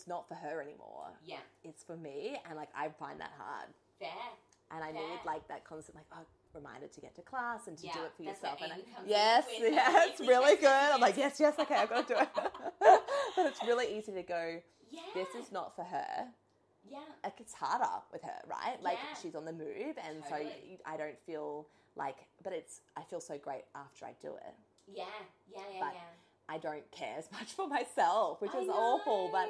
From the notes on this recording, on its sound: SORRY FOR THE CRAPPY NOISE! Tech difficulties.